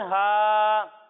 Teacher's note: کھڑی حرکت والے حرف کو ہم ایک الف کے برابر کھینچ کر پڑھیں گے. یعنی یہاں پر ہا پر کھڑا زبر ہے تو اسے ہم پڑھیں گے ہا کھڑا زبر ہا.